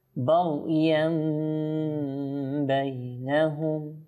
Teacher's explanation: এখানে তানবিনের পর বা এসেছে সেজন্য এখানে ইখলাব করতে হবে